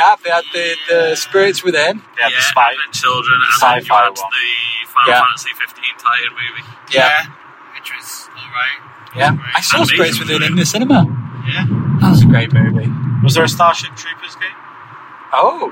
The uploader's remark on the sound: If this weeks episode is too hard to listen to, we understand. We thought it would be fun to chat in the car on the road.